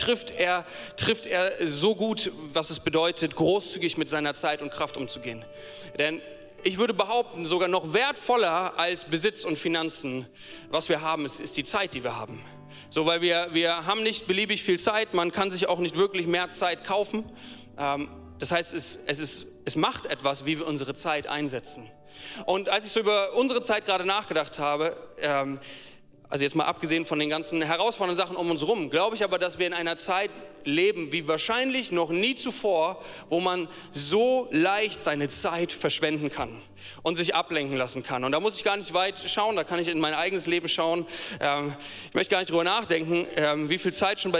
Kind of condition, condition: setting, live audience